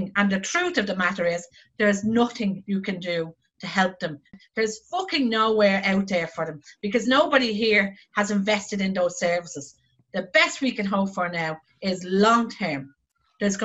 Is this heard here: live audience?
no